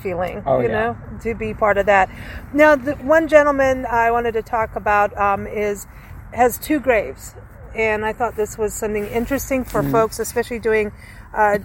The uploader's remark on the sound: Recorded onsite at the historic American Cemetery